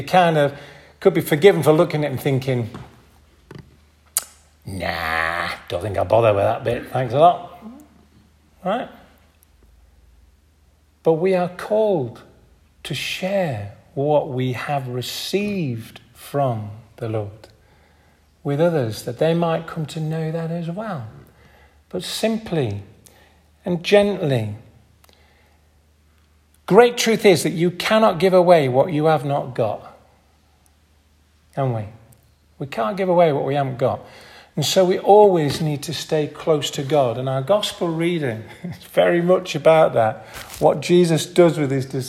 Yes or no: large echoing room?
yes